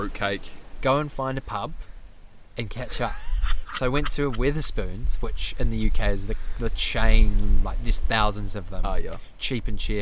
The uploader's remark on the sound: Recording beachside, a few hours prior to the wedding. This pod is raw and unplanned!